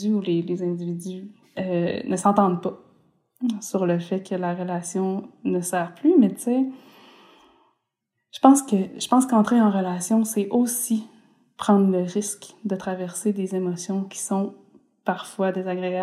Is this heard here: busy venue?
no